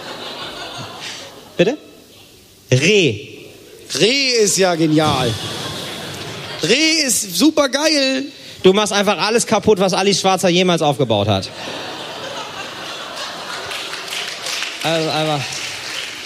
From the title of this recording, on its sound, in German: live vom Podcastfestival Hamburg